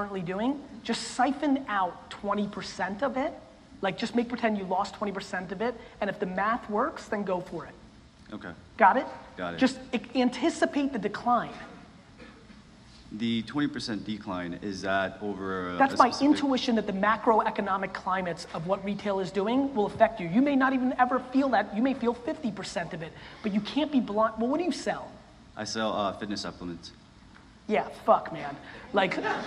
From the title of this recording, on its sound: A Keynote: Relentless 2017